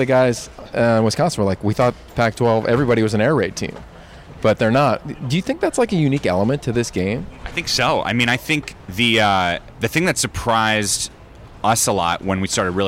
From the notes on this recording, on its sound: Live at the Rose bowl for media day.